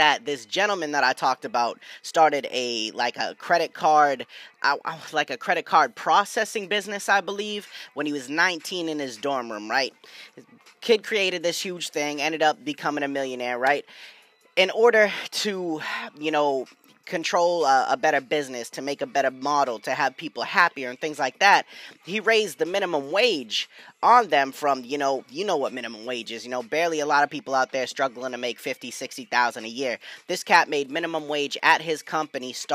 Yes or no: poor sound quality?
no